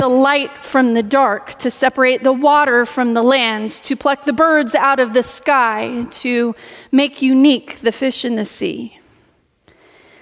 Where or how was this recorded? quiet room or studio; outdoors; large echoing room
large echoing room